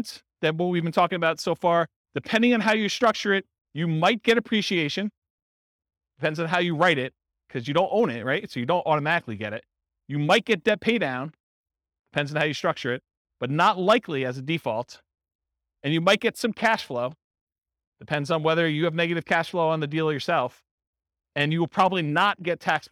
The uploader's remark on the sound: This was a live class recorded